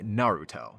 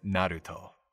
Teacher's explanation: and he's got that tapped R in there · Shown in: second take